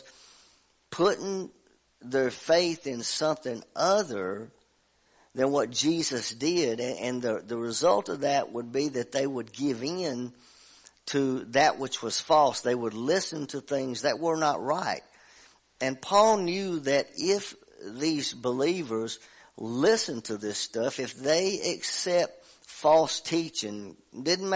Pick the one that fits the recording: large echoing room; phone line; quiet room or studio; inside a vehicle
large echoing room